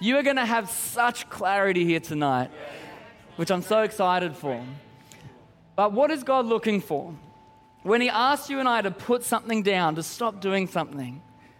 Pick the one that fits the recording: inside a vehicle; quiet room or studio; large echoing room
large echoing room